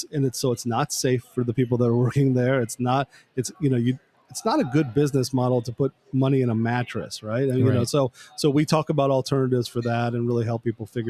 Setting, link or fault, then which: setting, busy venue